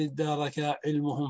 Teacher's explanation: وأصله تفاعل على تدارك، ولقرب التاء والدال في المخرج أدغمت التاء في الدال فصارت الكلمة مبدوءة بدال مشددة، يعني مبدوءة بساكن، فجلبت همزة وصل قبلها فقيل الدارك.